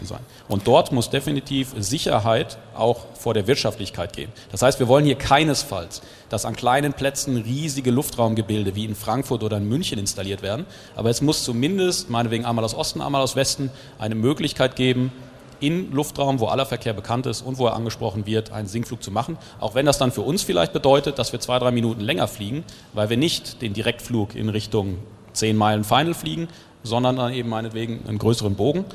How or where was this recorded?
live audience